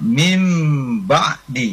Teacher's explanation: Tapi kalau ikhlab dia diputar, diganti dari nun ba kemudian menjadi mim ya.